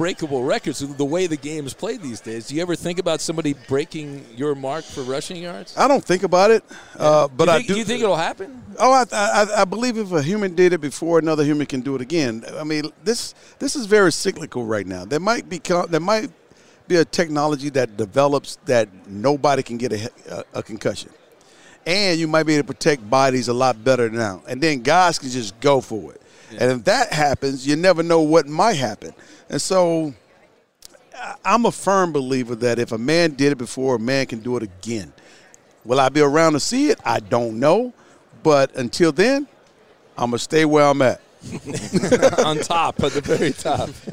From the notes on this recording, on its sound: Are live from the Super Bowl! Join the show from Radio Row!